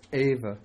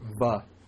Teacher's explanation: especially following a vowel, the E will be dropped and you just get va